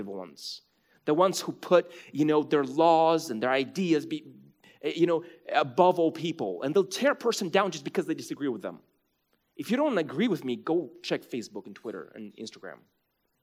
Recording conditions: large echoing room